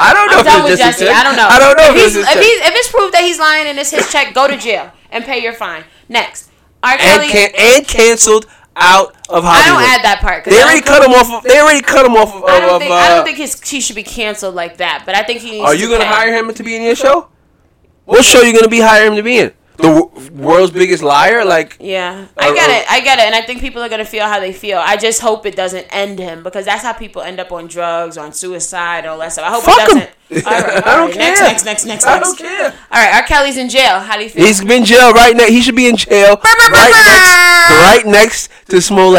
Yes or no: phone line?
no